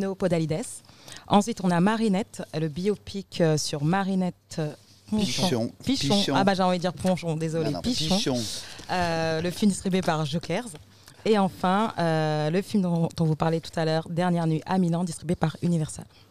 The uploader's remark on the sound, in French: Episode enregistré au cinéma Les 7 Batignolles le lundi 5 juin 2023.